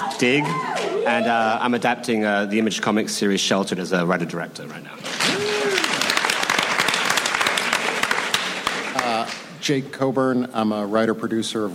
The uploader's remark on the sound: New York Comic Con. Recorded October 8, 2015 at NY Comic Con.